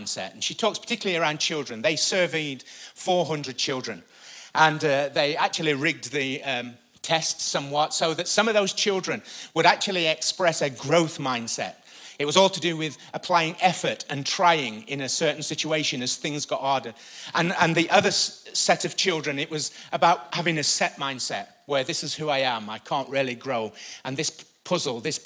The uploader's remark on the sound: Recorded live at the Chesterfield Campus this is the message from the morning service on the 14th July 19.